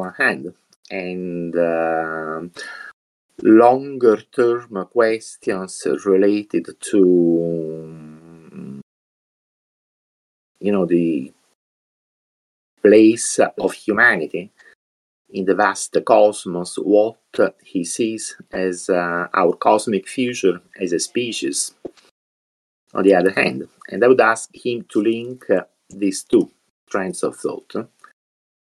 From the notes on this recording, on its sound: We recorded this episode from Discord using Craig , a voice channel recording bot for Discord. We recorded this episode from Discord using Craig , a voice channel recording bot for Discord.